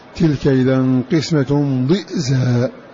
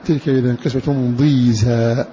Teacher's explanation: فتكون هناك همزة ساكنة بعد الضاد مكان الياء · Shown in: first take